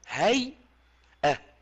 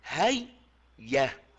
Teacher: ما في الأمر إلا أن الهمزة قلبت ياء ثم أدغمت الياء في الياء · Shown in: second take · Term: الإبدال والإدغام